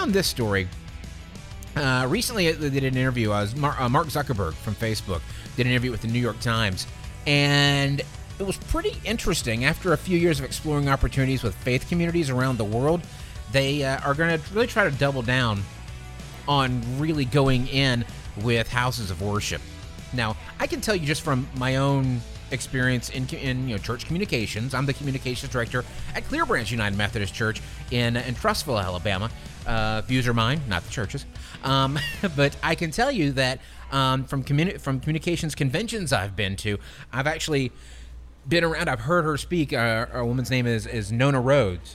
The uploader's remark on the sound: LIVE FROM MAIN STREET PIZZA